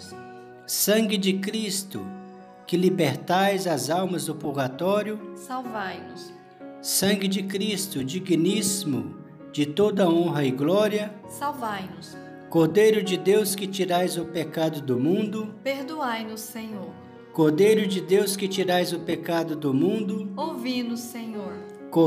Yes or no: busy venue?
no